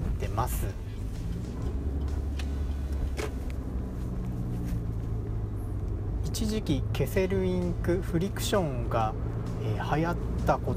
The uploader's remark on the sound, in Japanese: 車中収録で、周囲の音入りまくりです